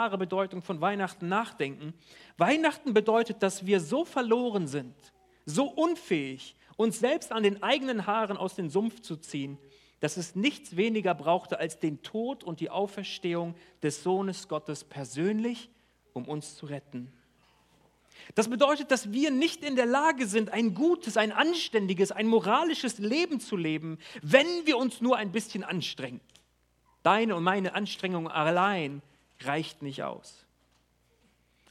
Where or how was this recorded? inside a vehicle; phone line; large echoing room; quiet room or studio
large echoing room